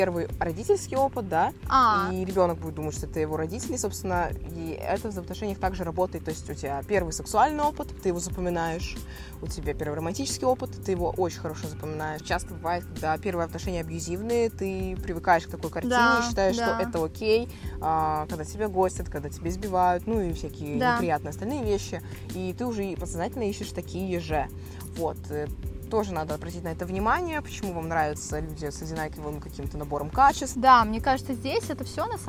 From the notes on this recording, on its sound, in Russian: чтобы его записать, мы уехали подальше от городской суеты к озеру